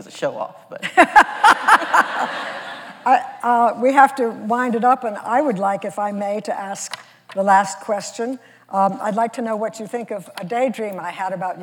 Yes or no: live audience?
yes